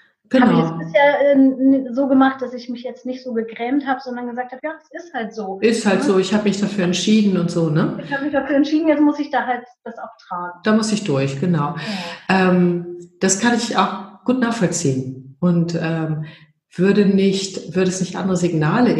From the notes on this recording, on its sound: Live Online Coaching. Mäuschen spielen in einem Live Coaching?